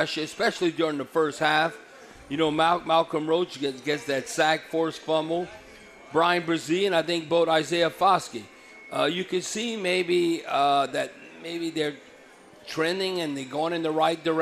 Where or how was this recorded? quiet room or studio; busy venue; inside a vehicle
busy venue